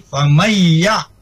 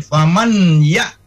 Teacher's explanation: Jadi nunnya langsung dibaca kepada ya, nah, ditasdidkan ke ya. · Shown in: first take · Term: idgham bigunah